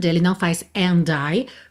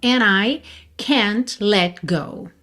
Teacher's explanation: Mas a gente sabe que é muito comum também omitir esse D e juntar o N de and direto na próxima vogal · Shown in: second take